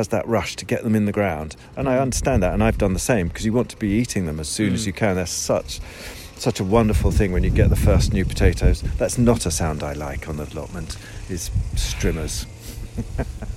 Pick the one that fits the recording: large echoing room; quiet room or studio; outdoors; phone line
outdoors